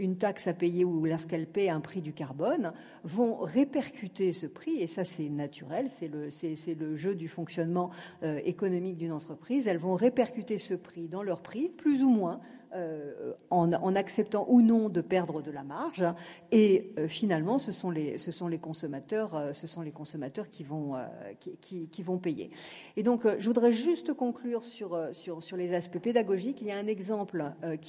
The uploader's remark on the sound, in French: Devant un public nombreux, La Fabrique Ecologique a inauguré. À la Mairie du 10ème arrondissement, un nouveau format d’événement : Les Controverses Ecologiques.